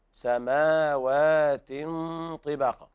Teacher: سبع سماوات، المحافظة على القلقلة في الباء، سبع سماوات، وهنا الألفات المد الطبيعي بعد الميم وبعد الواو